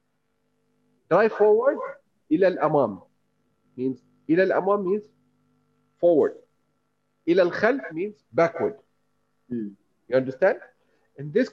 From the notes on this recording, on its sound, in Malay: Rakaman zoom pada setiap Ahad 9.30 pagi (waktu Singapura).